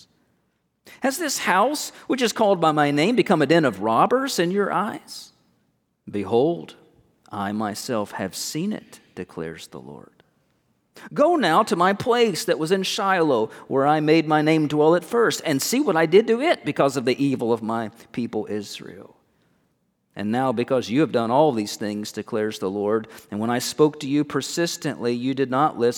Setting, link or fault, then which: setting, large echoing room